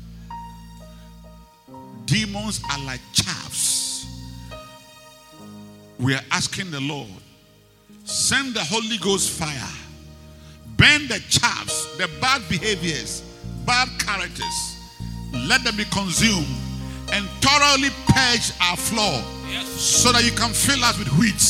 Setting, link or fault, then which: setting, large echoing room